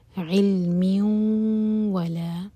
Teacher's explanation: تنمین کے بعد واو ادغام غنہ کے ساتھ